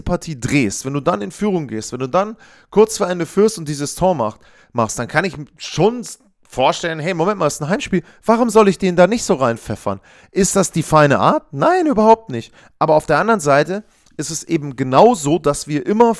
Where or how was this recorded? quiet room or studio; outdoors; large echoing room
quiet room or studio